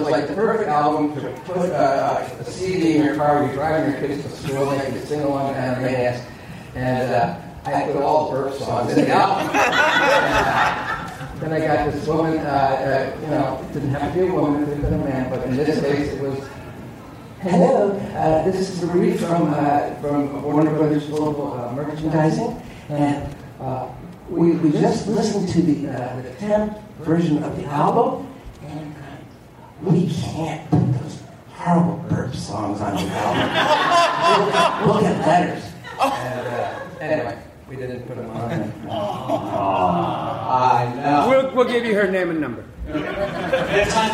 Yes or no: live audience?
yes